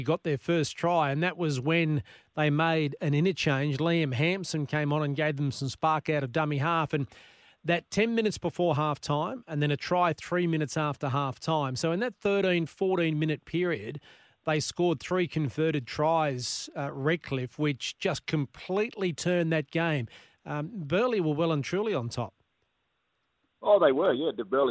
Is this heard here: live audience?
no